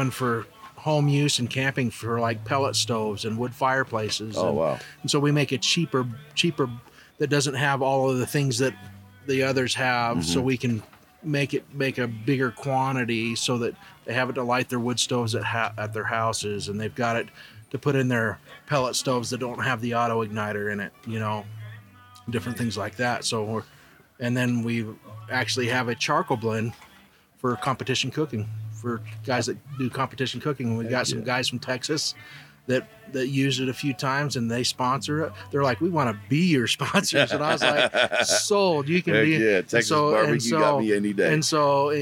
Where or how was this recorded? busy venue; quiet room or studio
busy venue